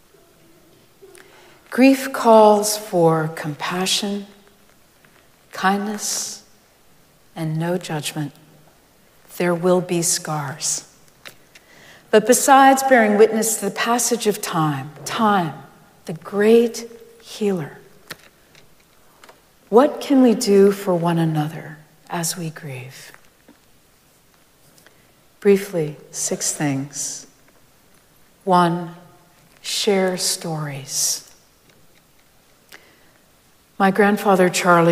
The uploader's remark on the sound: Recorded live at Arlington Street Church